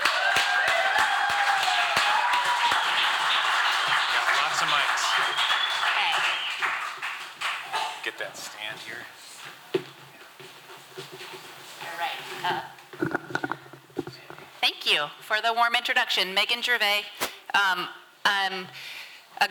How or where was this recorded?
live audience